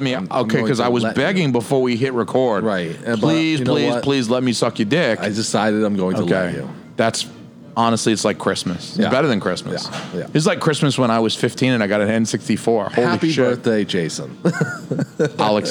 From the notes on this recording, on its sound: LIVE at Federal Cigar in Dover, NH. LIVE at Federal Cigar in Dover, NH.